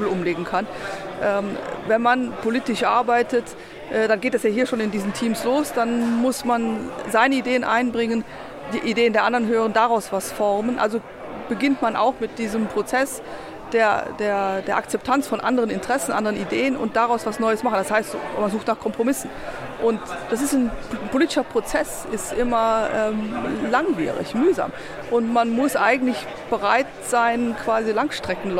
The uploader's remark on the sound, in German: Folge 15 – SPD Disrupt (live). Eine Folge SoziPod live von Disrupt SPD. Gespickt mit O-Tönen.